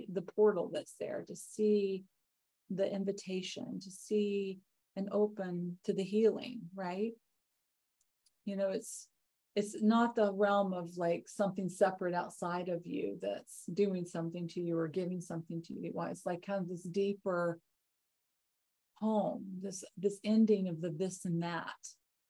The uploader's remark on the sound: Live! The shows are now all hosted on Zoom.